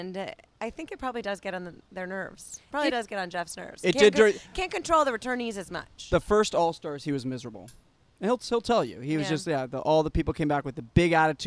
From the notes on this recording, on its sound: On the set of Survivor: San Juan Del Sur in Nicaragua. Broadcasting on location from the set of Survivor in Nicaragua.